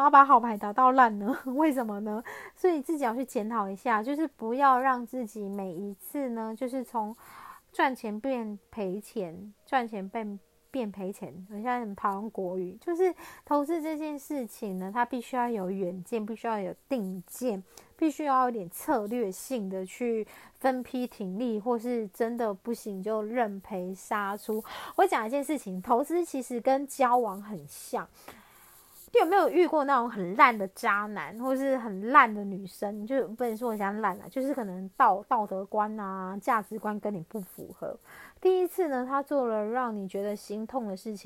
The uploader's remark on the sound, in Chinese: 這一集換了錄音方式，所以有些沙沙的聲音